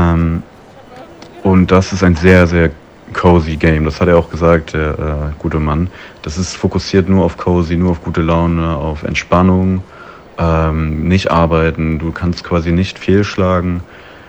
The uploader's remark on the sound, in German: Gamescom 2023. Wir haben auf der Messe immer wieder Ton-Aufnahmen aufgenommen.